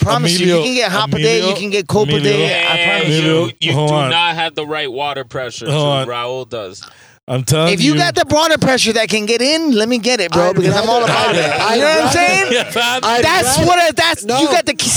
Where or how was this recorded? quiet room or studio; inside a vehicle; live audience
inside a vehicle